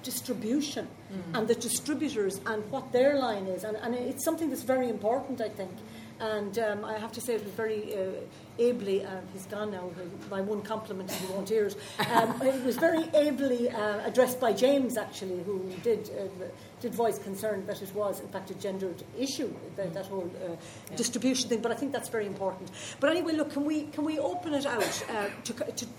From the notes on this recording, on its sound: Recorded live at the 2019 Galway Film Fleadh.